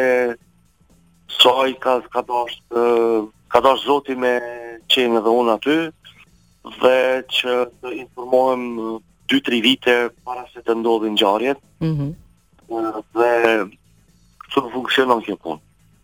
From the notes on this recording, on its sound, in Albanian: I ftuar nëpërmjet një lidhje telefonike për “Live From Tirana”